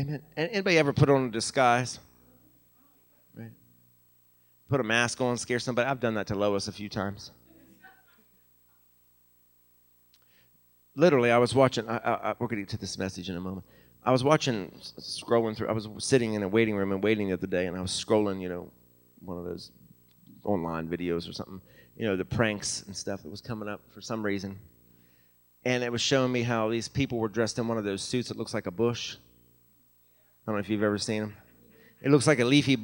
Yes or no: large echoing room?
yes